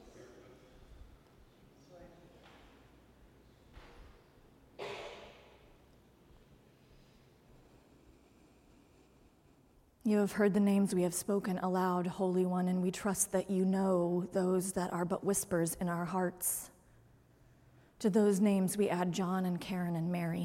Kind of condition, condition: setting, large echoing room